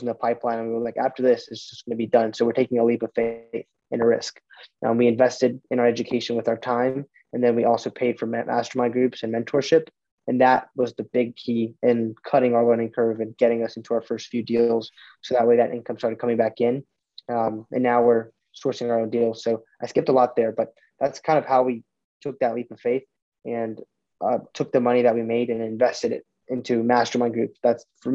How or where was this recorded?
video call